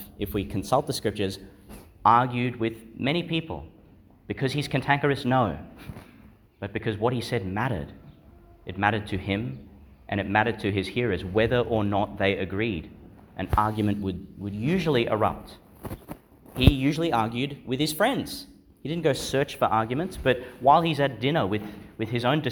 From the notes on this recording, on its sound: Delivered (at the morning Mass) in Our Lady Star of the Sea Church, Gladstone, Qld. Homily for the Thirty-Second Sunday in Ordinary Time, delivered (at the morning Mass) in Our Lady Star of the Sea Church, Gladstone, Qld.